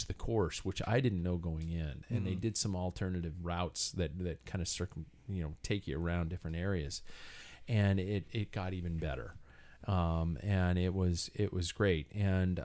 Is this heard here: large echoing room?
no